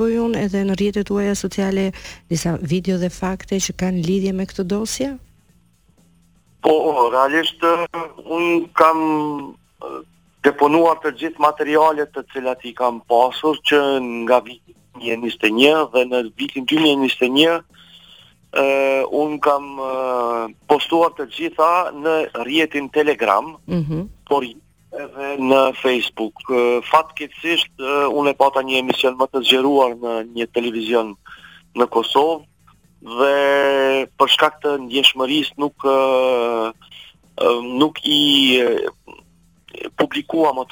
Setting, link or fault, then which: link, phone line